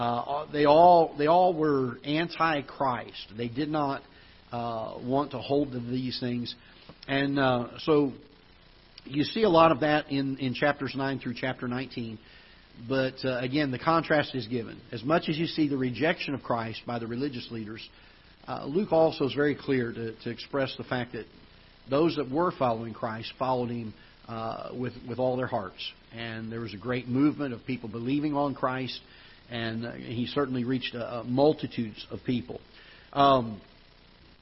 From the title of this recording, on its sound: Ketha Heights Baptist Church ~ Live Broadcast